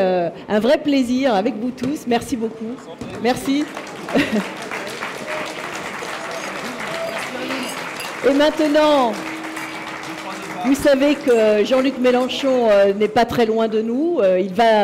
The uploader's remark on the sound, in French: en direct de la journée de l&#039;écologie de la France insoumise